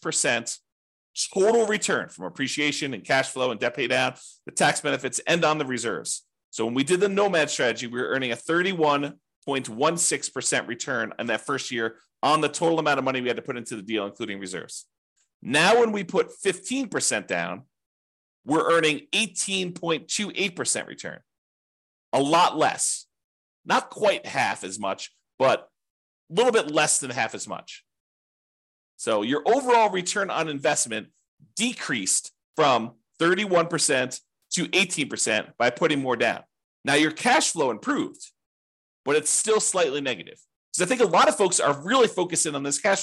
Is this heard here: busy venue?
no